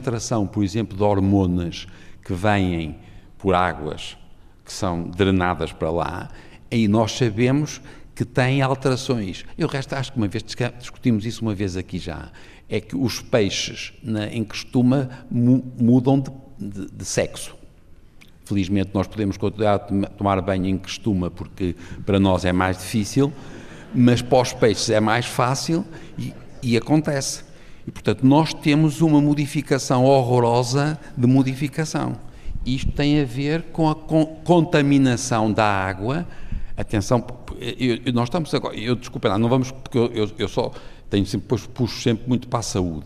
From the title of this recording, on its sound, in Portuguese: Ao vivo na VI Conferência da Murganheira